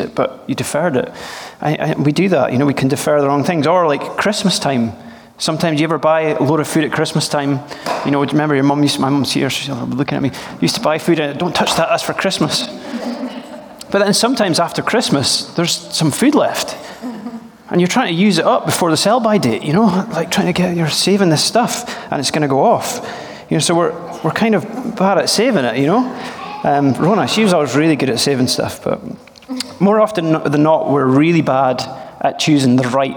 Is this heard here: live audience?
yes